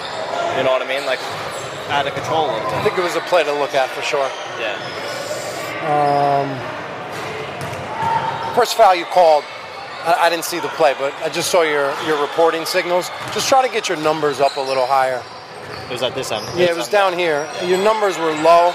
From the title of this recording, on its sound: Live from: House of Sports